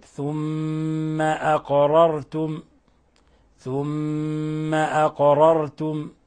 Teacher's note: ميم مشددة يسمى عند القراء حرف غن مشدد يعطى غن مقدارها حركتين · جاءت القاف هنا في لفظ أقررتم ساكنة لابد من قلقلتها والقلقلة هي الحركة والاضطراب وهذه القلقلة لا تكون يعني مبالغ فيها